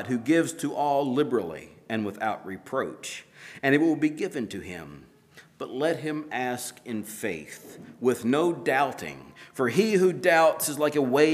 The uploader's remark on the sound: at Hephzibah Mennonite Church on April 30, 2023